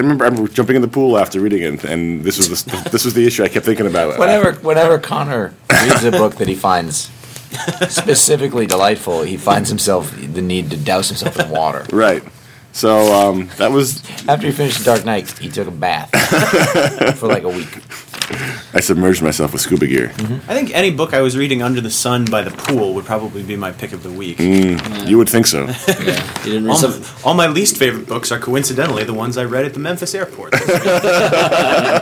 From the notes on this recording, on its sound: we record from the San Diego Comic Con